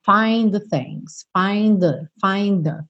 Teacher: Muito embora o find termine com D e o the comece com TH, a gente acaba fazendo um som só